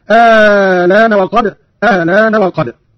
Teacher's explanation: قرأ قانون بإبدال الهمزة الثانية مع المد الطويل، وهذا الوجه هو المقدم في الأداء، وله تسهيلها مع القصر مع نقل اللام هكذا: آلان وقد، آلان وقد.